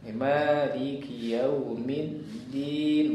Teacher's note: Mid diusahakan tidak ada angin pada dal, karena yang ada angin hanya ta.